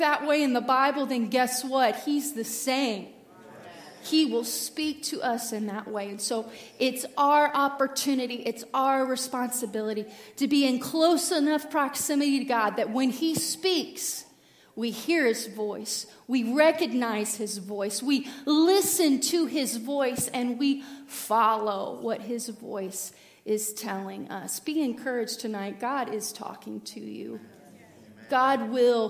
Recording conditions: large echoing room